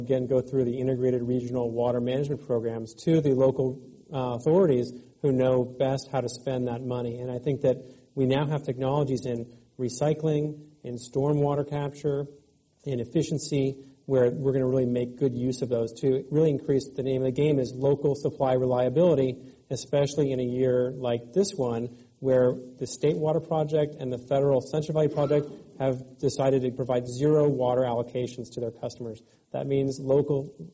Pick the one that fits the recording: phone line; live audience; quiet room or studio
live audience